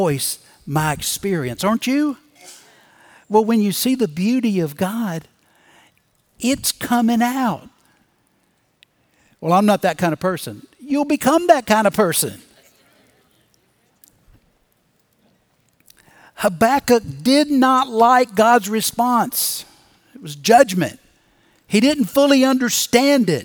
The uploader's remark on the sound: Recorded Live at Brookwood Church on 07.09.2023.